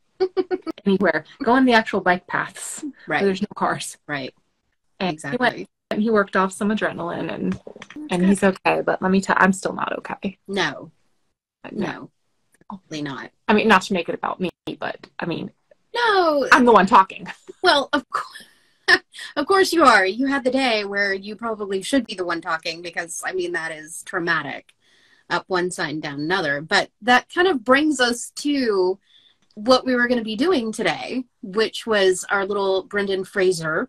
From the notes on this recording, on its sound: recording our first Instagram LIVE